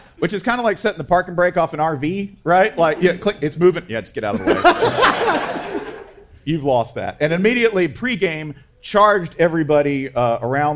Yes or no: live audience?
yes